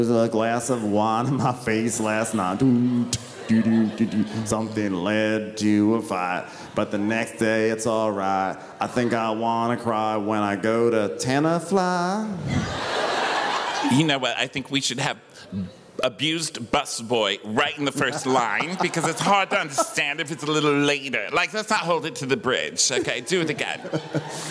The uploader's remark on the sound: We're live from The House of Blues in Houston, TX